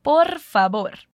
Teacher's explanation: A gente só deve cuidar mesmo com a pronúncia do V, que, mais uma vez, falamos com o som de B no espanhol.